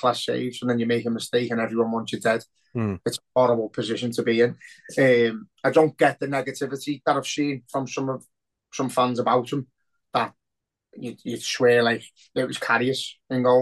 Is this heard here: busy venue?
no